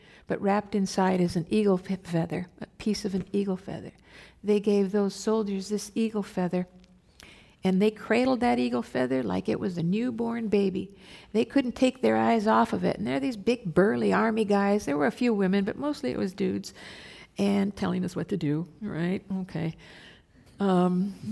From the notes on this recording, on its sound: This program was recorded live at The Commonwealth Club in San Francisco on May 11, 2017.